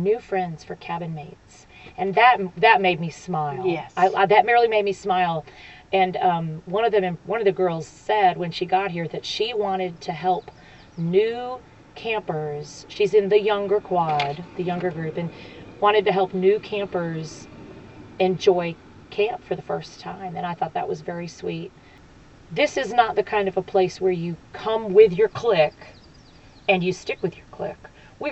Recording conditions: outdoors